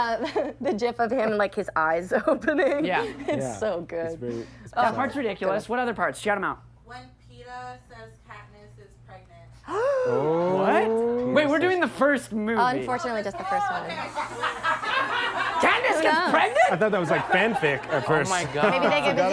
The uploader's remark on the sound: Taped live at UCB Los Angeles in May 2023.